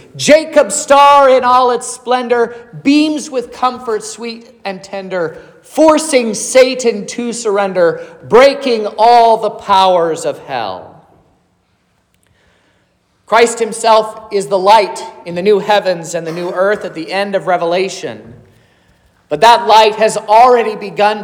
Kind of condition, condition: setting, large echoing room